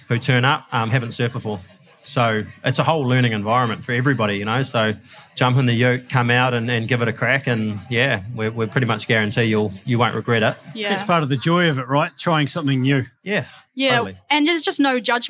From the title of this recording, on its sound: Live from Fieldays